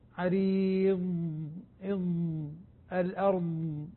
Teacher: الضاد أيضا لا نقلقلها عند الوقف، وإنما نعطيها استطالة · Term: صفة الاستطالة